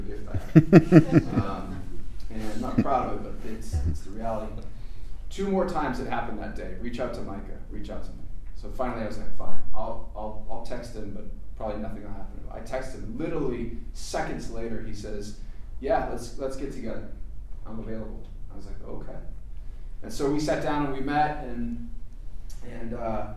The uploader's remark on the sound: fields some questions from the audience